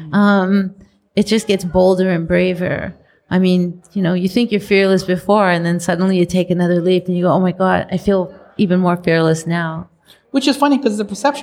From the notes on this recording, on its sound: Recorded: Thursday, August 22, 2019 at 6:30 pm (EST) at Streaming at CF (Toronto Eaton Centre)